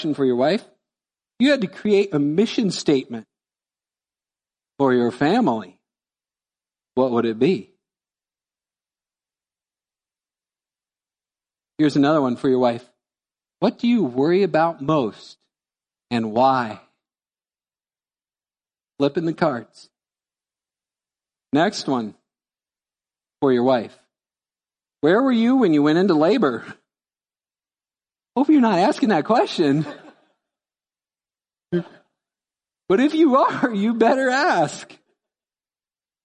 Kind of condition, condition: setting, large echoing room